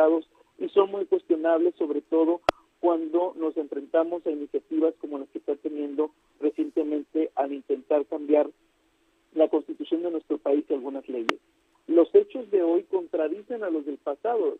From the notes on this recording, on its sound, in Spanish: entrevistamos vía telefónica